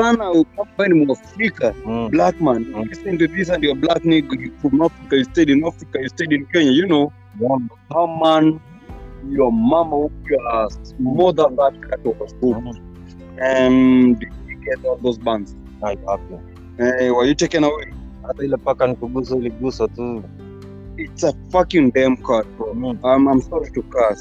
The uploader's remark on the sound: Sorry About The sound. We outside.